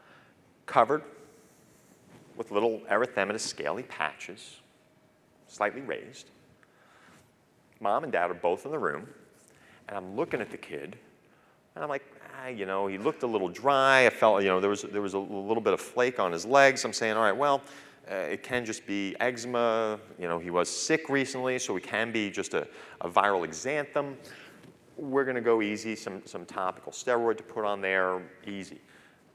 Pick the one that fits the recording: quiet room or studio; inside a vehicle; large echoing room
large echoing room